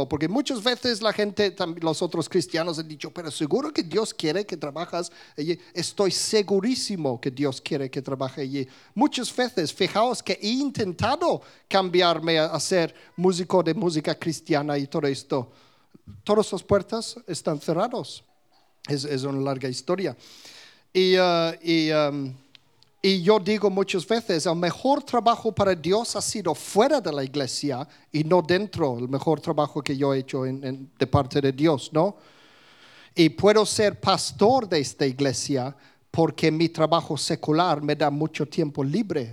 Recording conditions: live audience